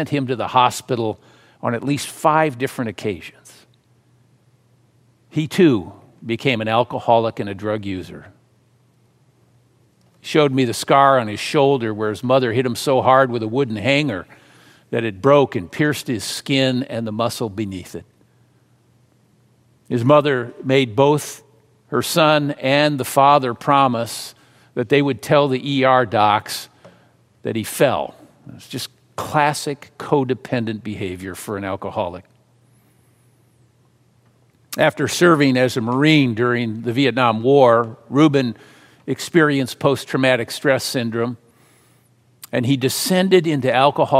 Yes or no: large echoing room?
yes